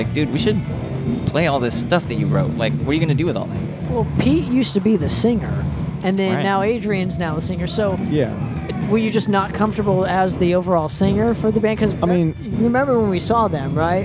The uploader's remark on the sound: we take you live at Stages for the Battle to play Wacken